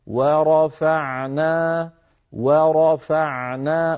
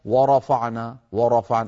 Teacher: لا نفخم الواو ولا نفخم الفاء · Shown in: first take